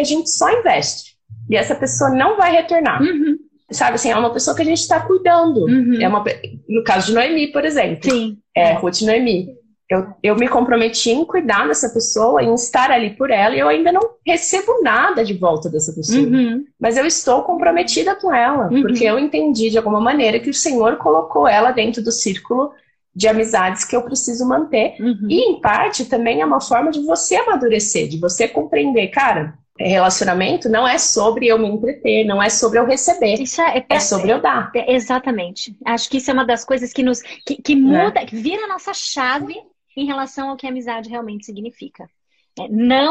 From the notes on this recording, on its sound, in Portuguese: uma live no seu Instagram regada a café